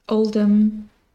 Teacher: the H just isn't pronounced really